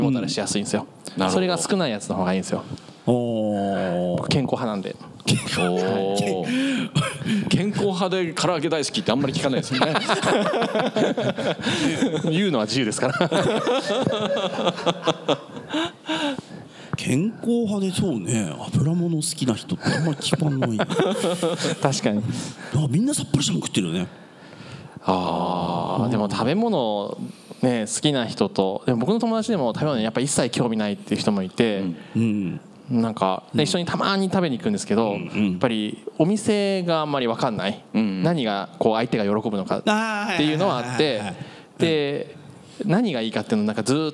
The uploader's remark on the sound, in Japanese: 東京・東銀座Another One+にて行われた公開収録。